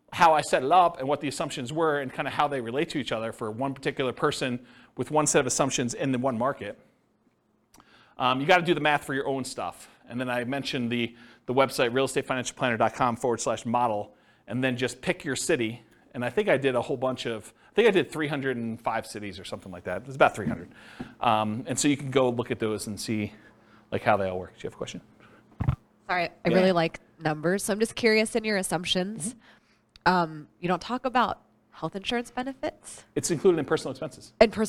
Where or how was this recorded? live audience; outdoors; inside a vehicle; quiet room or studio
live audience